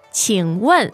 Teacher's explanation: 问 is the fourth tone. It's pretty strong.